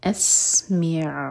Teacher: عین ساکن پر جھٹکا نہ ہو اس لیے تھوڑا سا ٹائم دیں گے